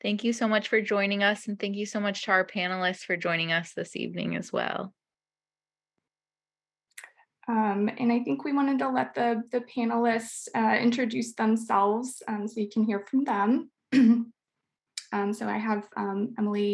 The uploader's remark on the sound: This episode of the DIGA podcast is a recording of the combined DIGA and Association of Professors of Dermatology Webinar held on August 25 of 2022